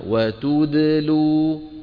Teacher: الدال مقلقلة وقد وقعت بين ضمتين